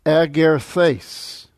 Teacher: So the accent is on the last syllable.